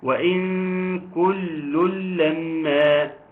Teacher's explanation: لان ما فيش نون اصلا. النون ادغمت، وبعد ما ادغمت ما لهاش اي اثر ولا من غن ولا من جسم نون · Term: إدغام بغير غنة